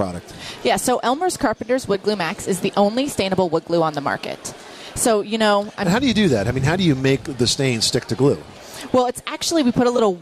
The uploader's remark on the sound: Live from the National Hardware Show